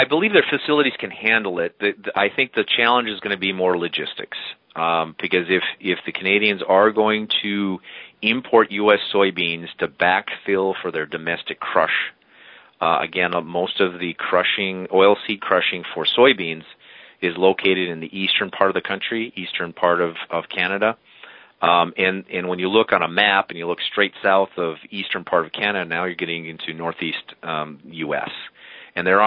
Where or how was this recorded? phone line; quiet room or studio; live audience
phone line